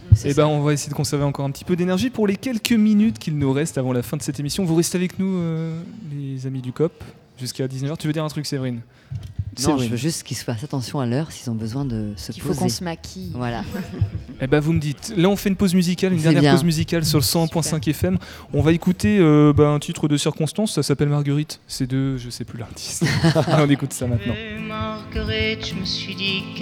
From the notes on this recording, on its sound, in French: Ce soir, Topette se déplace jusqu'au Quai pour une émission spéciale en direct du lieu de culture angevin qui borde la Maine.